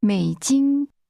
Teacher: American dollars is pronounced with a falling, rising tone, followed by a high level tone.